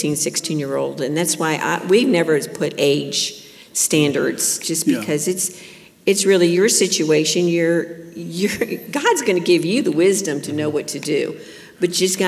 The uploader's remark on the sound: Class: Parenting Seminar '24 | Q&A